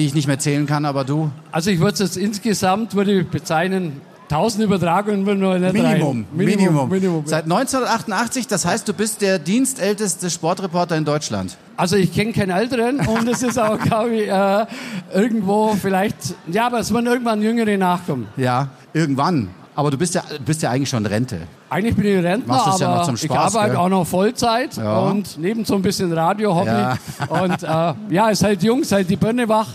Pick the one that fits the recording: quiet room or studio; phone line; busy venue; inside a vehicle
busy venue